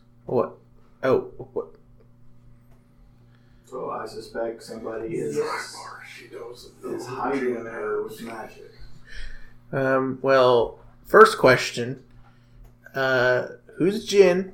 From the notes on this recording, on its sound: Sorry for the crappy audio this week, we tried a new mic setup that didn't work out.